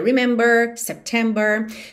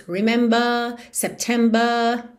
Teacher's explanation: o inglês britânico tende a não enrolar a língua e alongar um pouco a vogal anterior · Shown in: second take